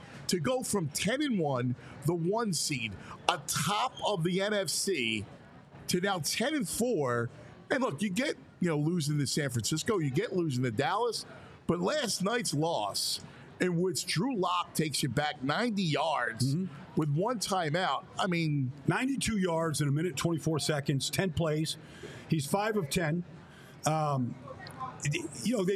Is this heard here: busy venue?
yes